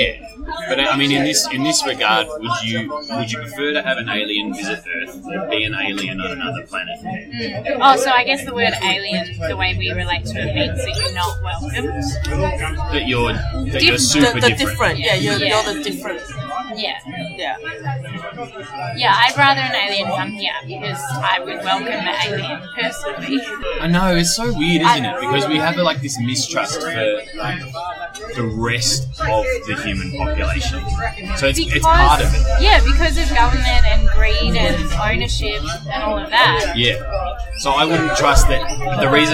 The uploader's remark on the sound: Apologies in advance for the poor sound quality...the background noises were much louder than I thought...will use quieter cafe next time